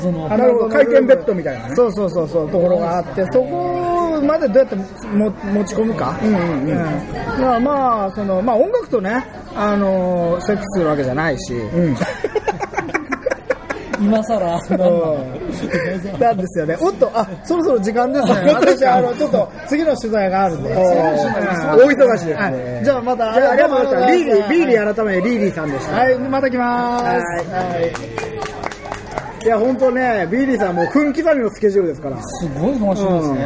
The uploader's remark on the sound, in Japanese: 公開収録となりました